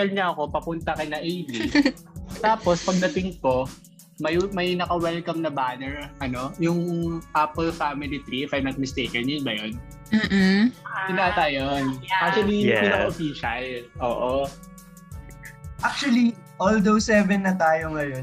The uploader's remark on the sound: We're a group of seven friends who wanted to try something new and create a space to share our thoughts and opinions, all under one podcast, through a messy Zoom call, after (school) hours.